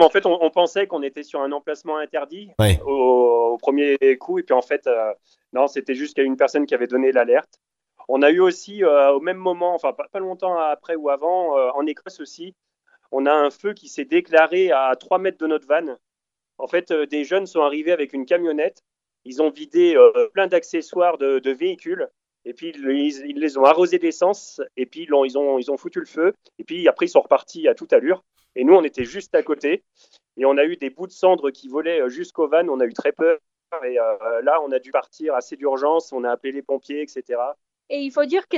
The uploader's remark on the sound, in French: J'ai eu la chance d'avoir par téléphone